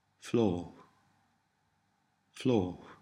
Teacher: Notice the long or sound, again with a continental value, or similar to the sound heard in some Northern English, Welsh English, or Scottish English accents.